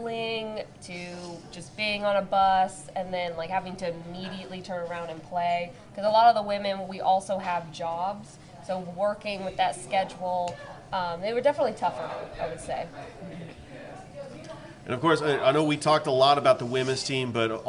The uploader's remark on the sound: Live at Ivy Park Sports Bar and Grill